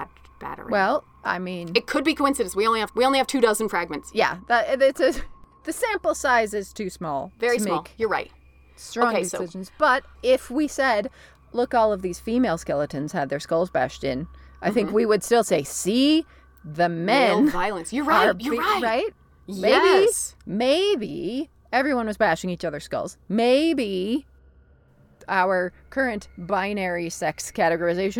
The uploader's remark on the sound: Come with us on location to Dos Palmas cenote in Mexico